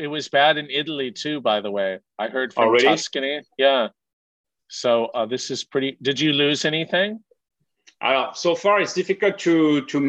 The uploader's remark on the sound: Over Zoom.